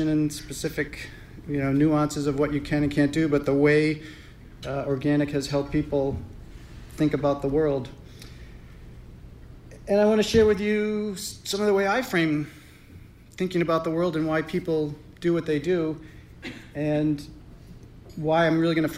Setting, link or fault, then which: setting, live audience